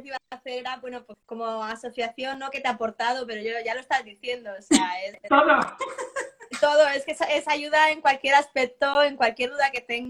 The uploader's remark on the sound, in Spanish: volcar el audio del directo de Instagram del domingo 24 de mayo de 2020